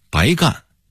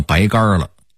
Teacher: 原意是白忙活了，加了儿化韵就成了白干了，就是白酒啊